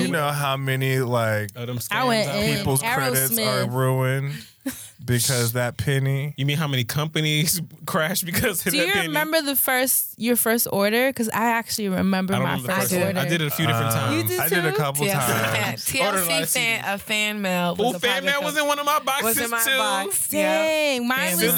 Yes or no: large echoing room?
no